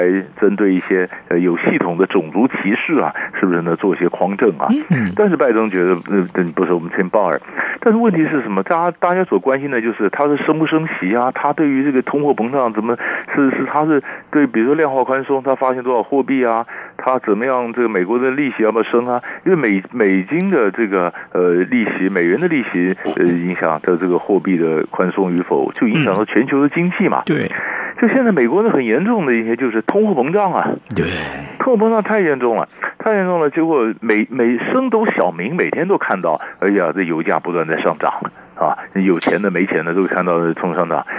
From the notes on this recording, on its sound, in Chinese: 連線訪問